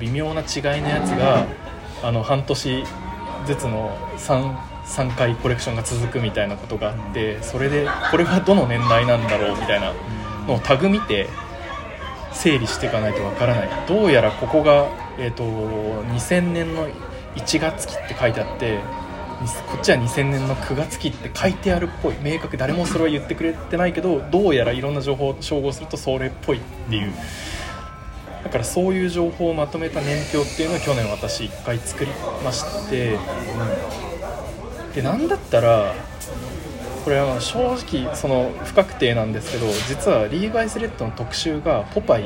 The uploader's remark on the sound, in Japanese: 野外録音のため、環境音など聞こえづらい点ご容赦ください。